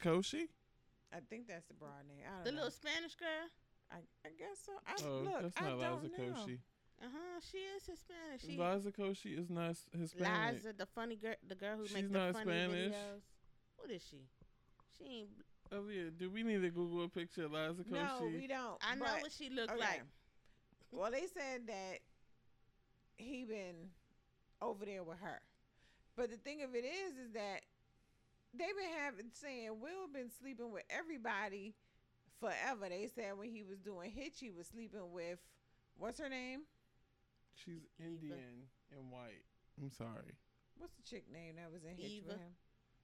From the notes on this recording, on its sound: Turn your headphones up for this episode — sorry :)